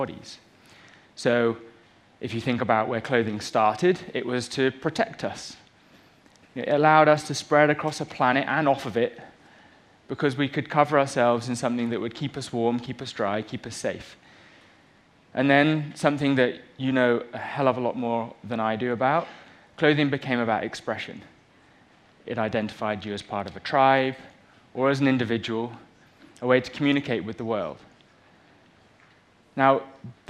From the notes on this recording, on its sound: on stage at #BoFVOICES